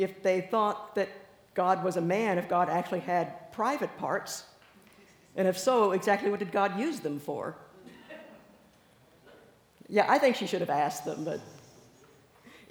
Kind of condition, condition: setting, live audience